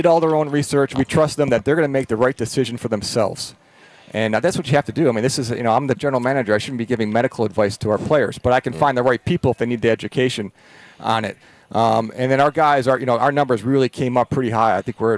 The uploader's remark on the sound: Live from Chargers Training Camp. Live from Chargers Training Camp.